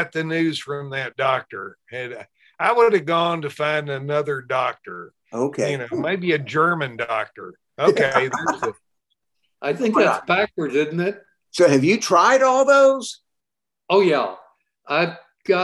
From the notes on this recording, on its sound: Episode recorded via Zoom.